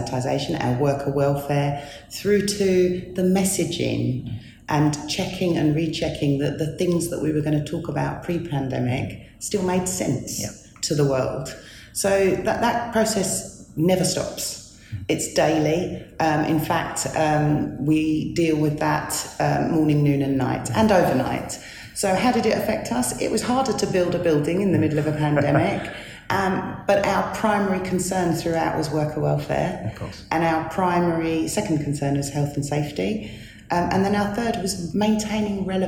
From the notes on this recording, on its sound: Live from Expo 2020 in Dubai. Comes live from the UK Pavilion from Expo 2020 in Dubai.